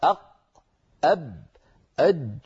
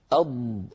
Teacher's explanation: هذه الحروف صوتها مقفول تماما ولا تقبل جريانا البتة · Shown in: first take · Term: الشديد